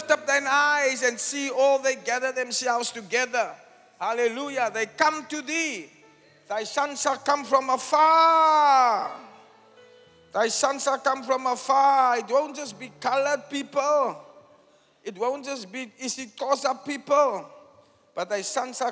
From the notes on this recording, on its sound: Preached at the Church Growth Conference in Cape Town, South Africa on the 9th July 2023 (Final Session).